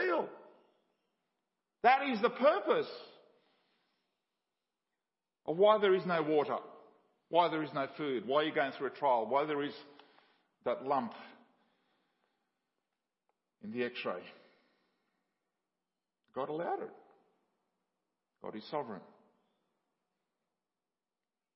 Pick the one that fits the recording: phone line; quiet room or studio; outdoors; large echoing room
large echoing room